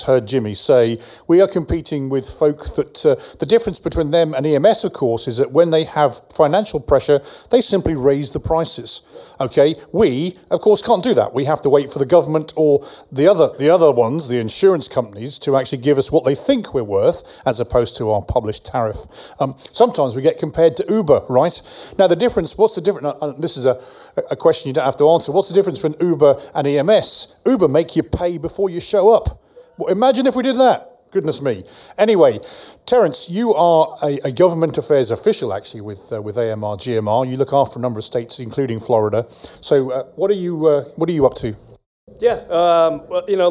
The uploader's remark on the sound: recorded at the recent AAA Stars of Life event